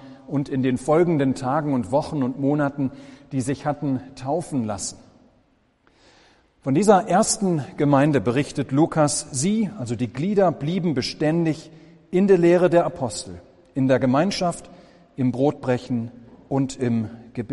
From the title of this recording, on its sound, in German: Gottesdienst